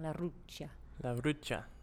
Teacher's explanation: The I and the A is actually a diphthong.